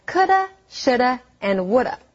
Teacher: sometimes native English speakers pronounce could have, should have, and would have as coulda, shoulda, and woulda